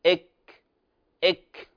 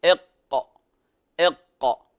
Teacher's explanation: إذن هذين المخرجين الخاصين بالقاف والكاف، نقول إق إق إك إك. تلاحظون مخرج الكاف أبعد قليلا من مخرج القاف الذي هو القاف أقرب إلى منطقة اللهات.